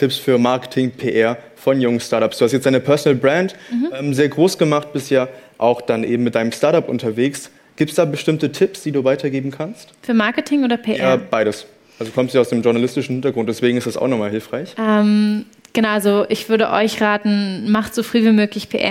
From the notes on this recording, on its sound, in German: Der Podcast ist als Community Live Podcast im Rahmen des 4. Young Founders Network Events in Berlin entstanden.